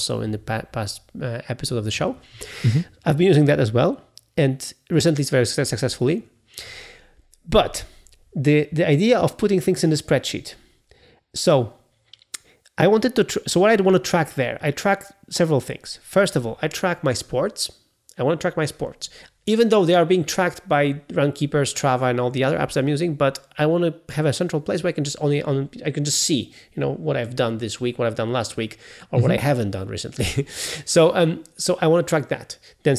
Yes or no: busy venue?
no